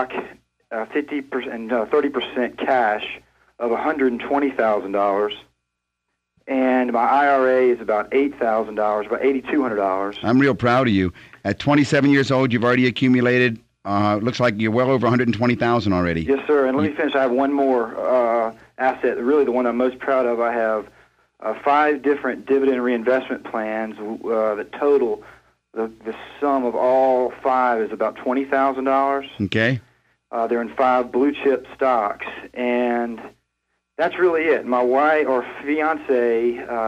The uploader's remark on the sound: call-in show